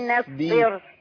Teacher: نوم مرققة صاد مفخمة باء مرققة راء مفخمة فعندي ترقيق وتفخيم ترقيق وتفخيم فمحتاج مني هيئة سريعة للشفتين